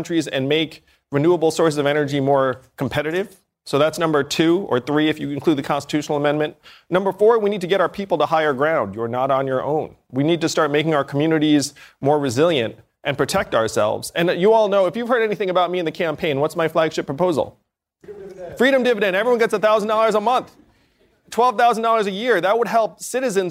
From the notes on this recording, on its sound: During a live town hall. Climate Crisis Town Hall.